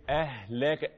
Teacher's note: الهاء الضعيفة اللي فيها همس، جريان النفس، جريان الصوت من أقصى الحلق، هنا تخرج الهاء.